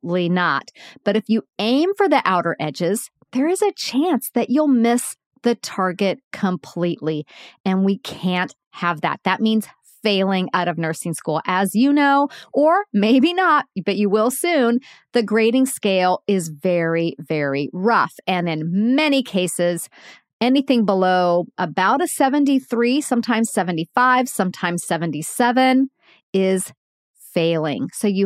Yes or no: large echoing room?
no